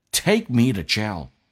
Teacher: to 在加速弱化成 the，因为 me 是以元音结尾，元音结尾的 to 在加速变成 the，变成 me 的。Take me to jail.